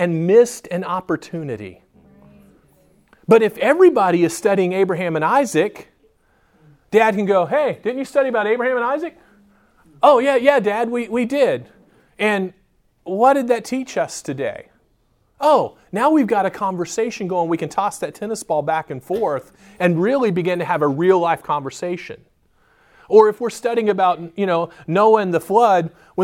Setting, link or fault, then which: setting, large echoing room